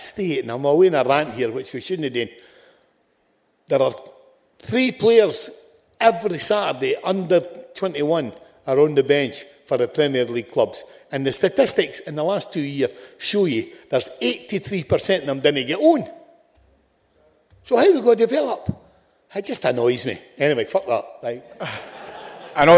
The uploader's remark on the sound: Recorded live at St Luke's in Glasgow